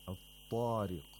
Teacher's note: in the word al-tariq, ta is at the highest level of tafkhim there